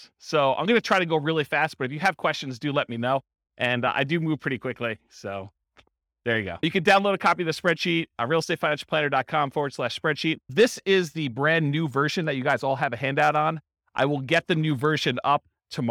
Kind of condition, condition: setting, live audience